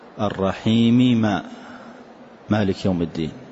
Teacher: الميم والميم يتفقان في الصفة والمخرج كلاهما على الشفتين، فلما اتفقا في الصفة والمخرج نسميه إدغاما كبيرا.